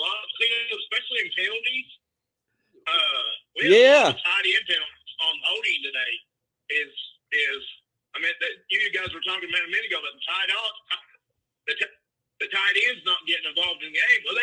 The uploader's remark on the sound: We run highlights and have fan call ins as well.